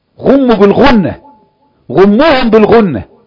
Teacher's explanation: الميم مشددة، غناها بمقدار حلقتين